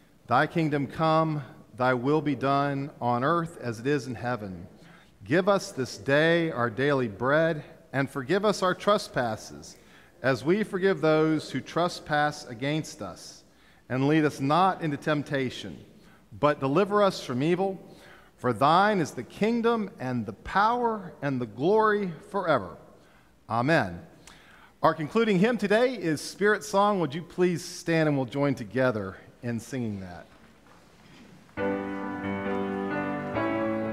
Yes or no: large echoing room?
yes